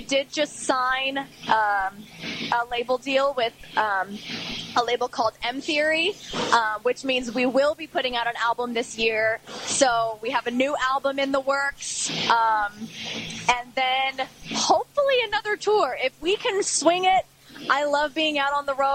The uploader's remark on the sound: interview recorded at The Masquerade in Atlanta GA